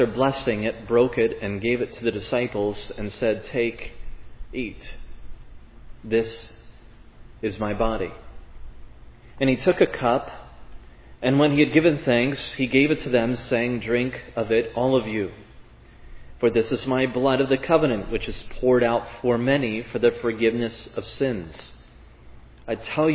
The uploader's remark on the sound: This sermon on Matthew 26:17-30 was preached at Providence Church on Sunday, June 19, 2022.